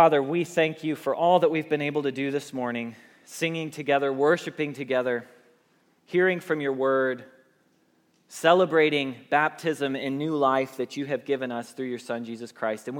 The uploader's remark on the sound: Message Preached at Valley Creek Church